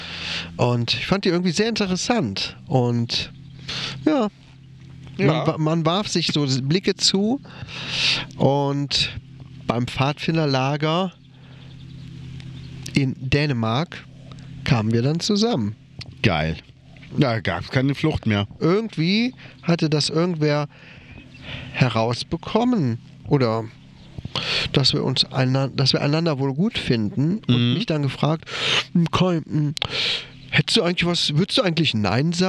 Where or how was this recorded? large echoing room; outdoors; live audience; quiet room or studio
outdoors